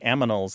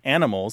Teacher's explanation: it's a common metathesis, the transposition of the sounds · Shown in: first take